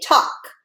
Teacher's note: A lot of times people say talk, and you can't really hear that L sound, but I am here to tell you when you write the word talk, there is an L sound.